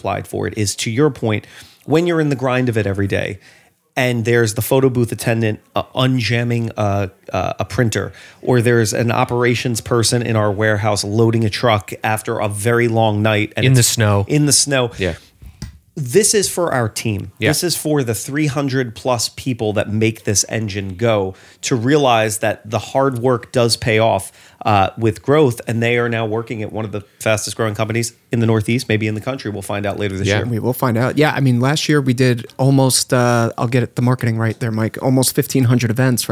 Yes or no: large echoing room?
no